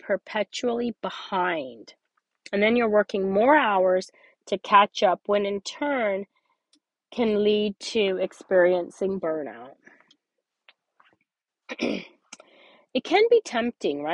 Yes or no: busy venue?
no